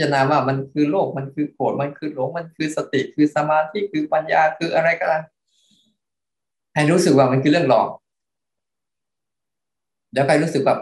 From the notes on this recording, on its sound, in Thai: คอร์สออนไลน์ (ผ่านโปรแกรม Zoom)